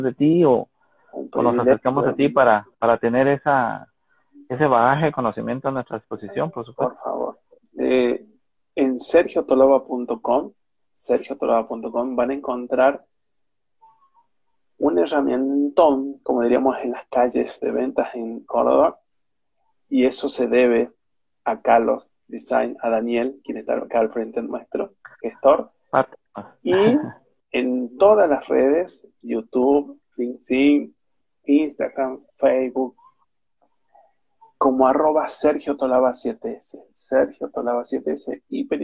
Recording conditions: video call